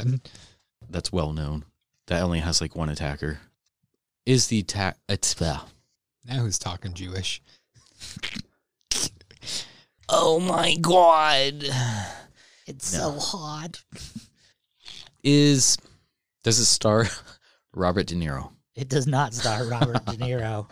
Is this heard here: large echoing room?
no